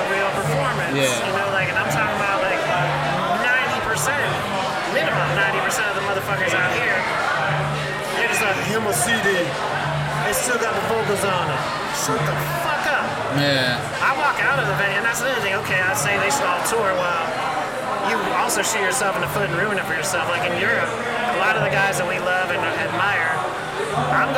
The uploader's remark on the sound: Live from the Eureka Heights taproom